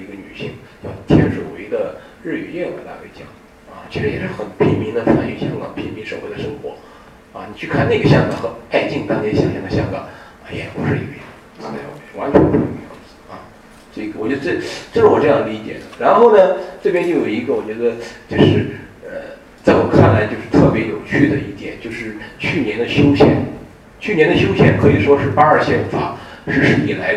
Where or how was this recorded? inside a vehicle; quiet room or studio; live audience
live audience